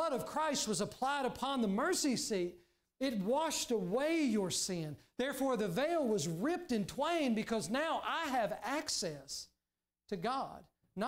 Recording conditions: large echoing room